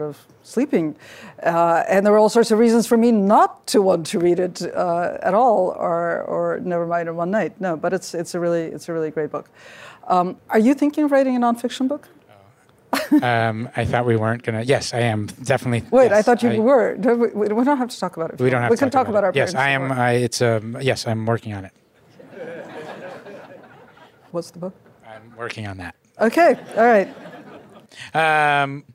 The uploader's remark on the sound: In a conversation at the 2018 New Yorker Festival